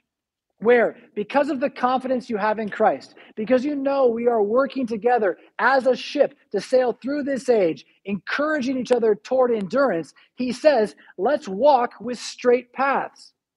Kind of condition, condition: setting, large echoing room